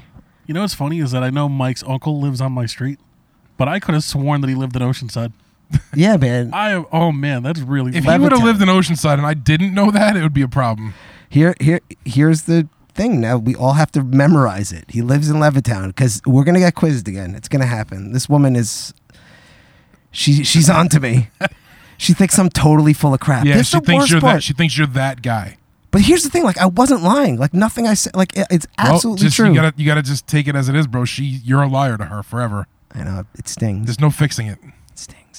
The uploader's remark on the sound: On their first ever live backyard show